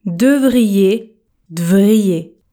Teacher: Je ne prononce pas le E.